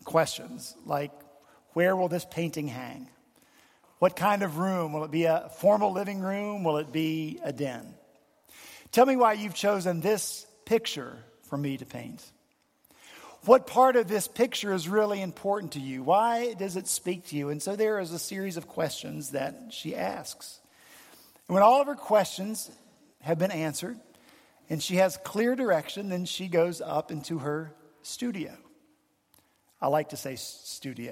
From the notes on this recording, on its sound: At Redeemer Presbyterian Church in Charleston, SC, our senior pastor preached